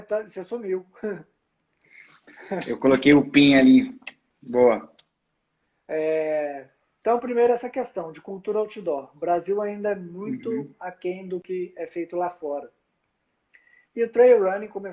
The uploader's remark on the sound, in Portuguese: durante uma live, que rolou em nosso Instagram